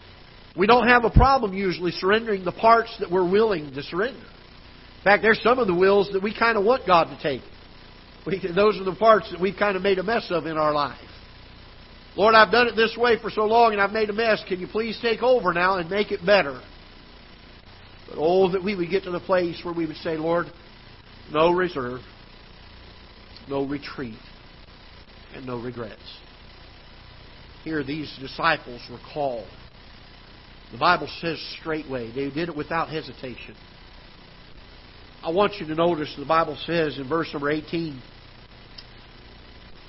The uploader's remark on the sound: Ketha Heights Baptist Church ~ Live Broadcast